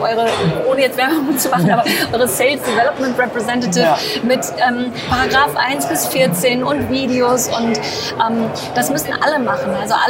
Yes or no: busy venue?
yes